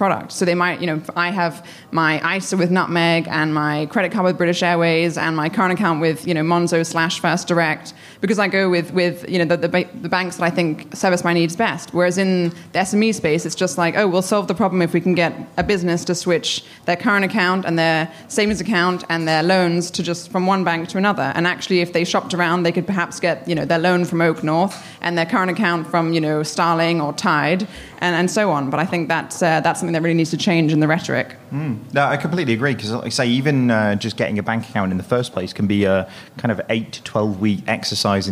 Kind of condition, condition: setting, live audience